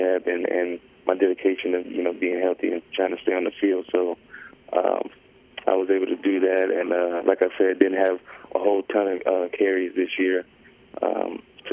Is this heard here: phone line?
yes